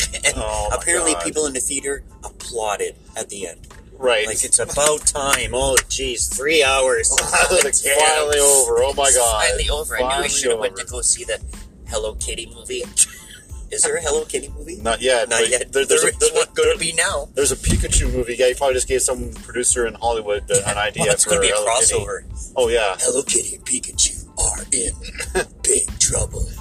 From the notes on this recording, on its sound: Car Pool Podcast edition. In this episode, we are driving in to work.